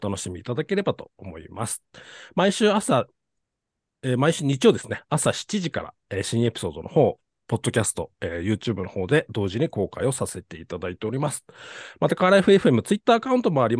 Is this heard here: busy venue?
no